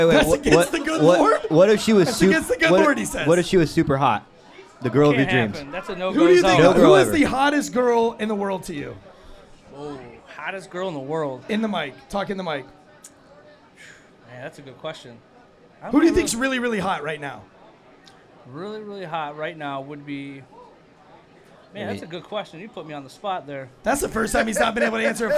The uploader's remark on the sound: We are joining you guys LIVE this week for the big Failure to Stop Meetup & Valor Bare Knuckle fight event.